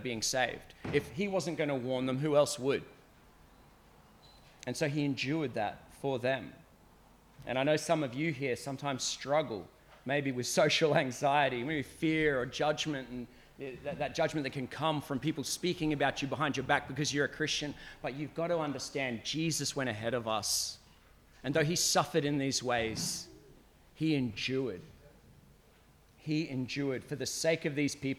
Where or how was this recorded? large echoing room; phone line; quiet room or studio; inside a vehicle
large echoing room